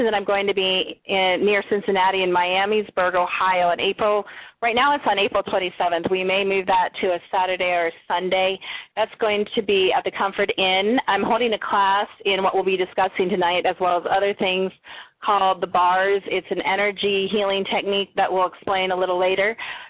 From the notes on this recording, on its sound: We will be taking LIVE callers